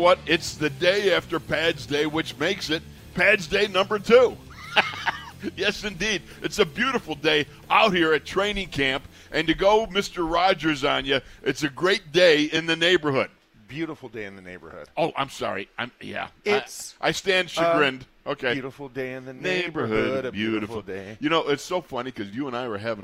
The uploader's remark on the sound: In the Locker Room Live from Steelers Training Camp Day 6. Are live from the second day of full pads.